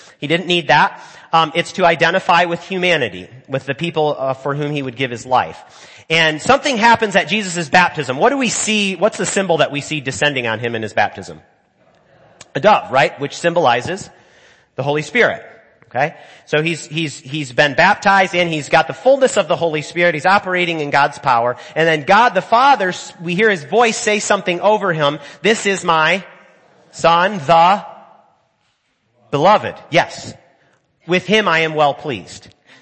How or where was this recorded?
large echoing room